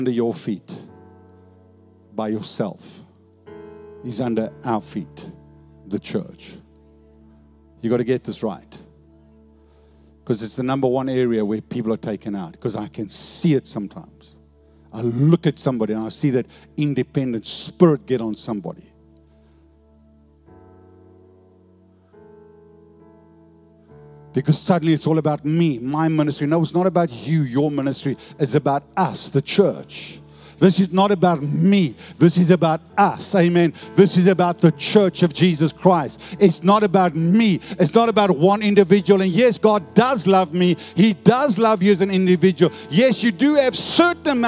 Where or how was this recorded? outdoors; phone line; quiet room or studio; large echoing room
large echoing room